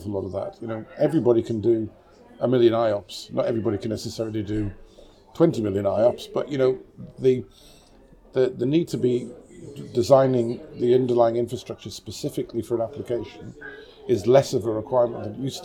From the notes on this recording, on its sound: In this live episode, recorded at Hitachi Exchange in Paris